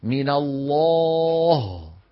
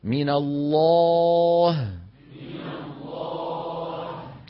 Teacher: بعد ما تقول الله، لما بتصل عند الهاء بترجع فمك إلى وضعه الطبيعي، وإلا هتخرج الهاء مفخمة · Shown in: second take